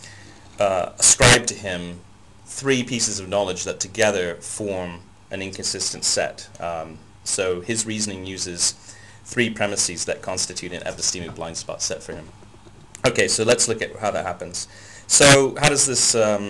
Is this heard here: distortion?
yes